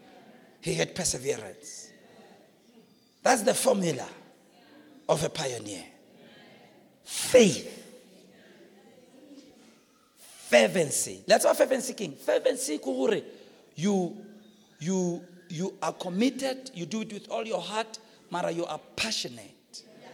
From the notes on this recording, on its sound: preached at the Launch of Grace Bible Church Marikana on the 22nd of October 2017